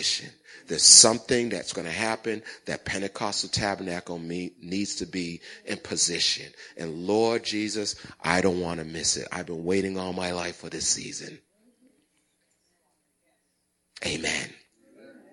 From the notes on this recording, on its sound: Recorded at the 08:30am Sermon on 2016-12-11.